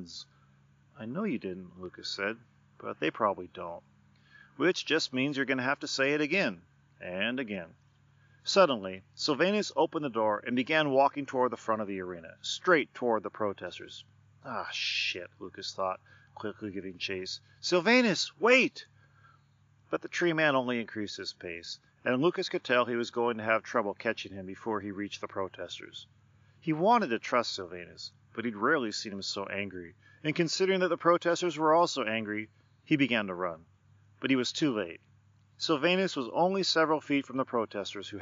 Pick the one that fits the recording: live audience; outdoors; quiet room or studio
outdoors